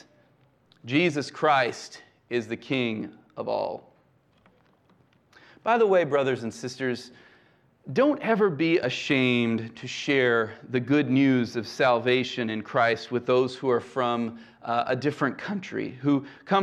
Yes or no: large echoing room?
yes